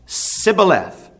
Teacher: They wouldn't pronounce the H sound properly. They wouldn't say sh. They would say Sibboleth as they tried to say the word.